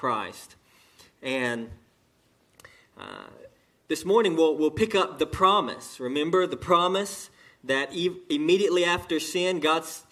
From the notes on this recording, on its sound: sermon delivered to Cottondale Baptist Church in Eastman, GA on 9/30/18 during the 11am service